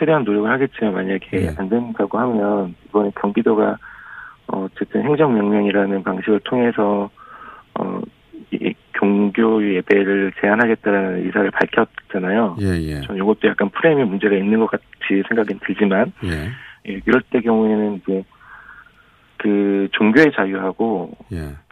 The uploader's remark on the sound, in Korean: 전화연결